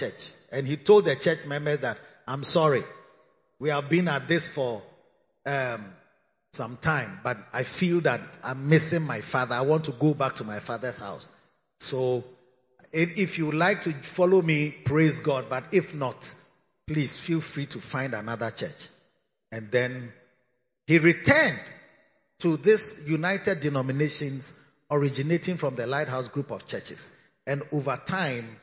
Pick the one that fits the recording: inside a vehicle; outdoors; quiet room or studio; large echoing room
large echoing room